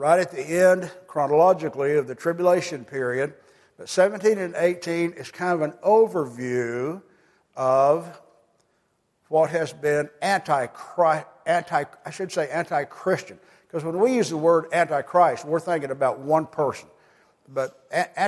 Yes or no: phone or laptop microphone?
no